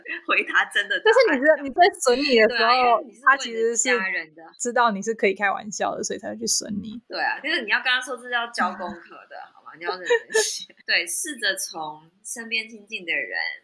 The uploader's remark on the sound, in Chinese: 當周錄音技術上有點小失誤，本集音質有些不佳請包涵～。